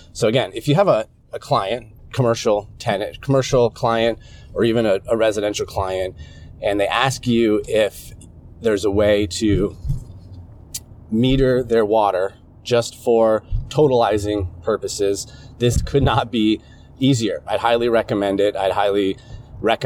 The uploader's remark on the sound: I'm in my truck right now driving to my office. Audio diary today. I'm running an experiment right now because I have a brand new wireless laier microphone that I got on Amazon. This unit has two mics. This is going to be an experiment, uh, just to see if the audio quality is good enough in the truck. The Audiotechnica ATR2100 is connected to USB to Lightning.